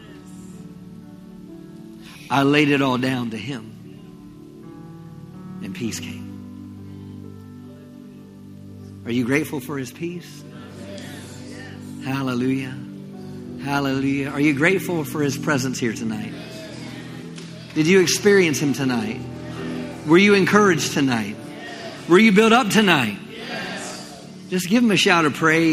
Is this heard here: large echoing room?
yes